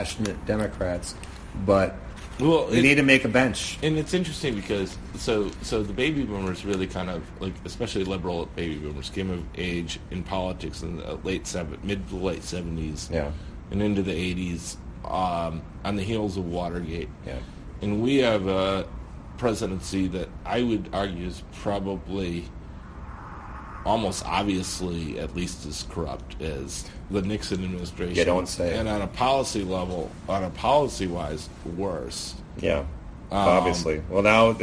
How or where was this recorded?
busy venue